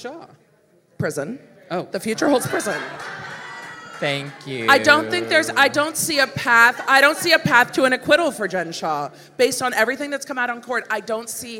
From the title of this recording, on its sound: LIVE from Spilling Tea Nashville